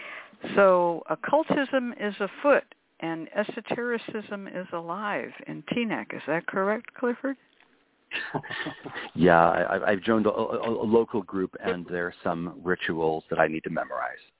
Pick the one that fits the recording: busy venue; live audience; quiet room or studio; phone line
phone line